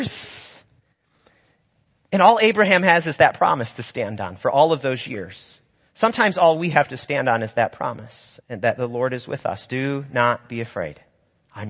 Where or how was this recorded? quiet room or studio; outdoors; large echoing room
large echoing room